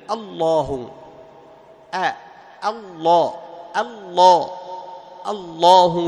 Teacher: الله، هذا البدء بلفظ الجلالة، هذا البدء بلفظ الجلالة ينطق بها همزة، فتكون هنا الهمزة مستفلة، والتفخيم يبدأ منين؟ من اللام